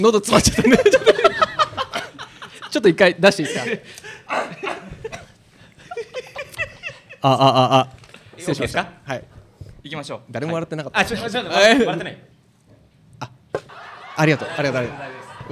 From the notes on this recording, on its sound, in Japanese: 公開収録した内容をお送りします